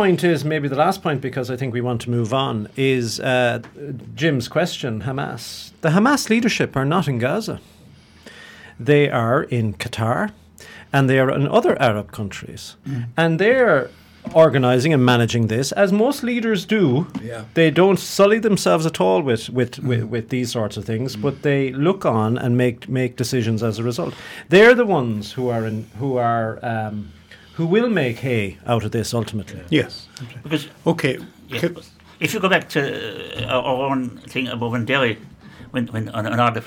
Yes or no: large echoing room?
no